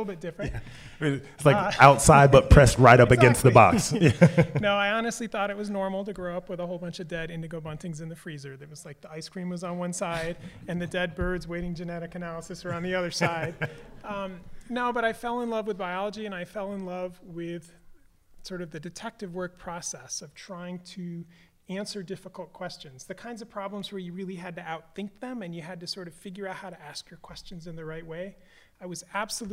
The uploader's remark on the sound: This episode comes to you live from the historic Roxy Theatre in Missoula, MT as part of the 41st Annual International Wildlife Film Festival.